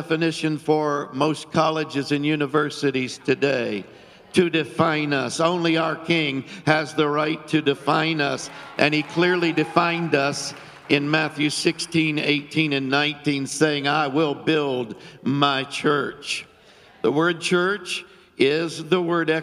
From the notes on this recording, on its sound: Filmed live on 10/09/20 at the Reset Conference hosted at The Oasis Church, Middletown Ohio.